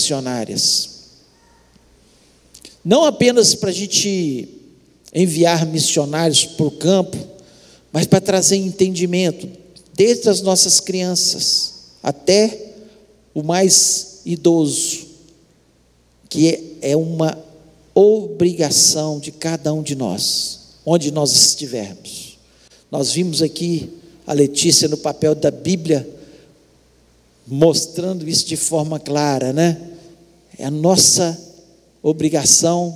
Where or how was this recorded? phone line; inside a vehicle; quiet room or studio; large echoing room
large echoing room